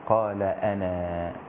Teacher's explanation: هذه الألف مثبتة وقفا لا وصلا، تثبت في الوقف لا في الدرج. فإذا وقفنا عليها قال أنا وأثبتناها لأنها مرسومة.